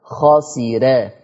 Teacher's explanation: برضو راء مرققة لورش